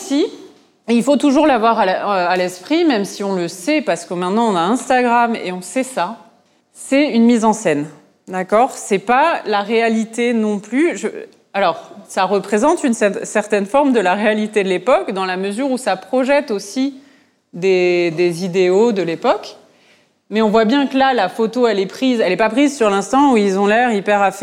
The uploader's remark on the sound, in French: À l’occasion des Journées européennes du patrimoine, le lieu de création artistique POUSH, situé dans les bâtiments de l’ancienne parfumerie L.T. Piver à Aubervilliers, a accueilli la table ronde. Initiée par le Conseil Départemental de la Seine-Saint-Denis.